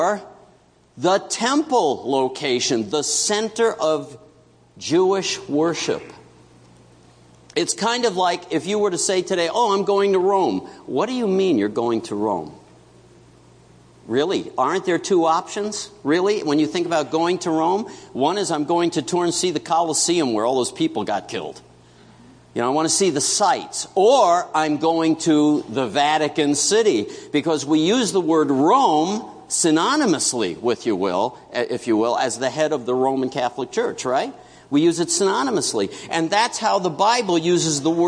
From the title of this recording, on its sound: September 24 2017 Morning Worship